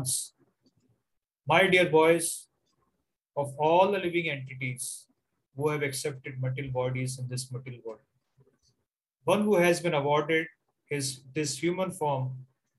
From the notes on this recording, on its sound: Zoom recorded class